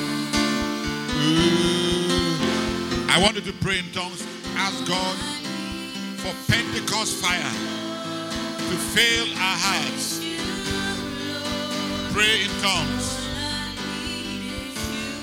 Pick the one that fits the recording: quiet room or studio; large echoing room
large echoing room